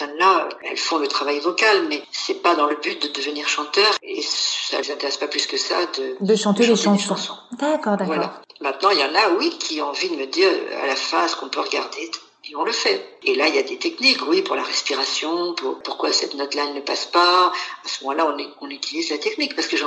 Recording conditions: phone line